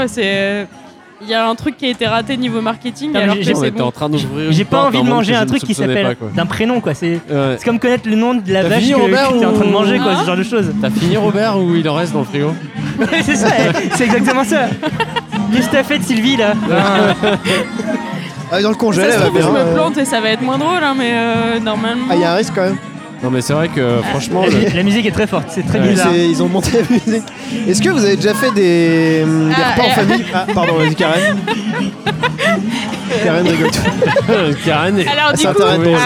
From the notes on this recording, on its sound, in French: épisode enregistré au Café sans nom (Paris 20e)